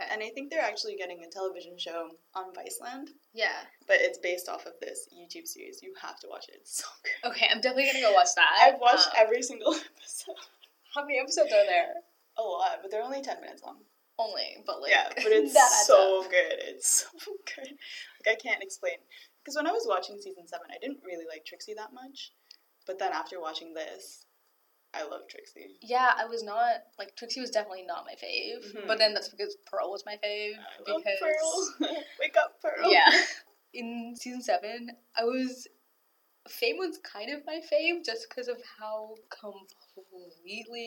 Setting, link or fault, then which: fault, poor sound quality